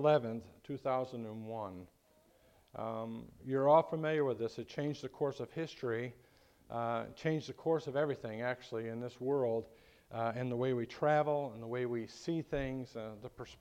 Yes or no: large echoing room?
yes